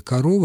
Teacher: Мы можем сделать ошибку в слове «корова» именно потому, что в первом слоге «о» находится не под ударением. И на этом месте мы «о» и «а» уже не различаем. Здесь появляется редуцированный гласный.